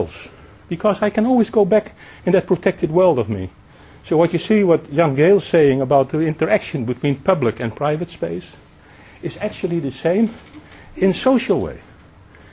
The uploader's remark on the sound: One of a broad lecture series organised by Urban Design London